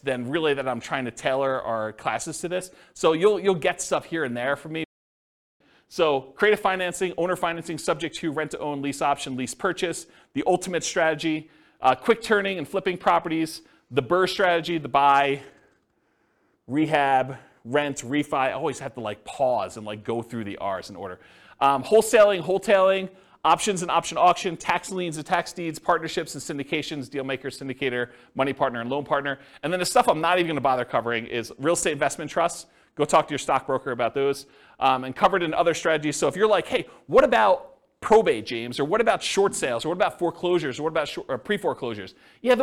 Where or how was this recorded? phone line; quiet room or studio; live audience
live audience